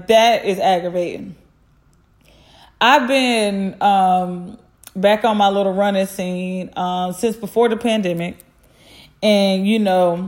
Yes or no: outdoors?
no